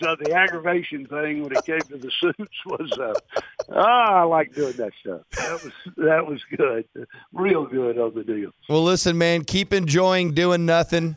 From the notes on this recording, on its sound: called